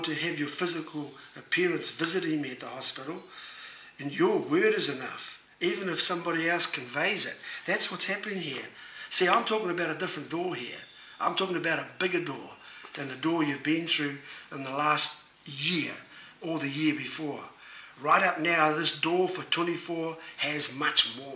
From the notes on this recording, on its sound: Was recorded live at Destiny Church Auckland.